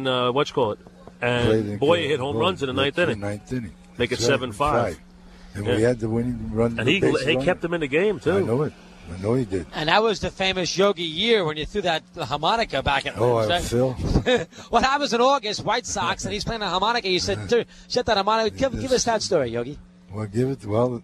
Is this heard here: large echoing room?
no